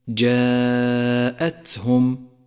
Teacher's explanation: لاحظ صفة الهمس لحرف التاء من كلمة جاءتهم. جاءتهم، حيث يجري النفس معها لتقويتها